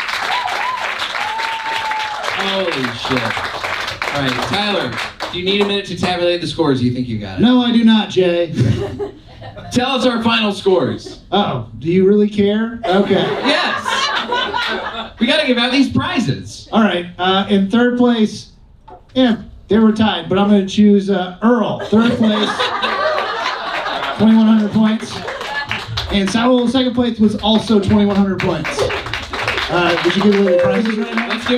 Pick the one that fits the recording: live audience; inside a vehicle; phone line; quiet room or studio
live audience